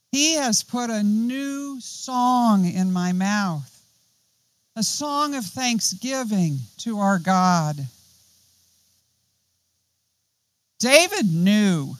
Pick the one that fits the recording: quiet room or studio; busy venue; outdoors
outdoors